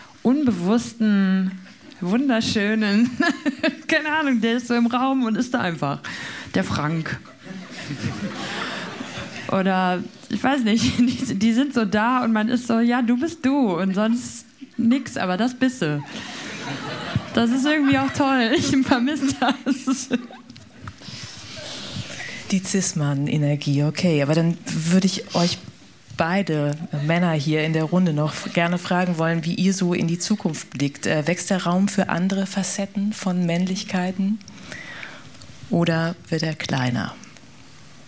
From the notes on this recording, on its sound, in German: Unsere Panel-Diskussion beim Festival Pop-Kultur 2023.